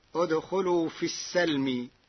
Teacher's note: قرأ ورش كلمة السلم بفتح السين فتصير ادخلوا في السلم.